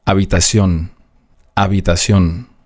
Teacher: Das H ist im Spanischen stumm. Das heißt, es wird nicht mitgesprochen, egal ob es am Anfang des Wortes steht oder am Ende.